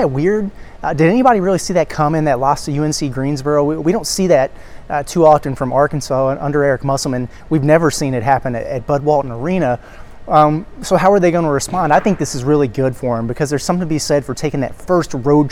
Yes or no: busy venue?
yes